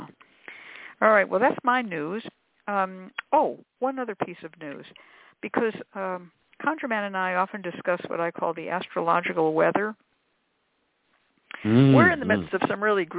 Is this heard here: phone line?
yes